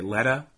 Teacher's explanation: I think I might use a print A with a diaresis on top, meaning that it's moved back towards the center line.